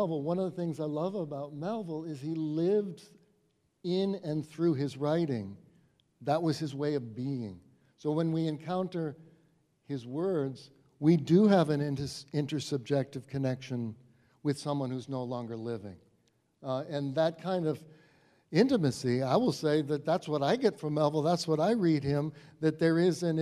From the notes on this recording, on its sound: This episode was recorded before a live audience at the New Bedford Whaling Museum during their annual Moby-Dick Marathon.